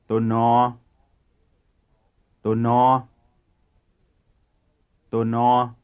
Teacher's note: Do no is called a dental nasal, since it is made by holding the tongue behind the upper teeth and diverting the air through the nasal cavity. The vocal bands are vibrating during the process.